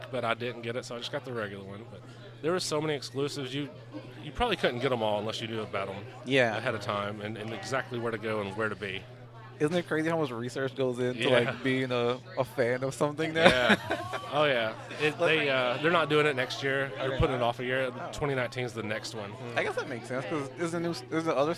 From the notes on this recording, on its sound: We got to celebrate FREE COMIC BOOK DAY 2017 at our favorite comic book store - The Battlegrounds Games and Comics in Dalton, GA